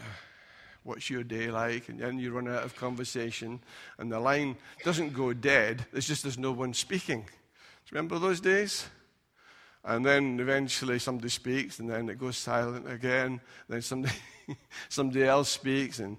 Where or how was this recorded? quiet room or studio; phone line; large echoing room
large echoing room